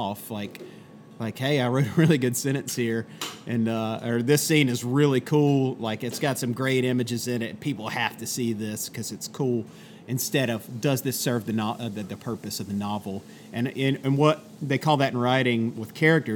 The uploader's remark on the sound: Thanks to 83 Custom Coffee for letting us record in your little corner. Thanks to 83 Custom Coffee for letting us record in your little corner.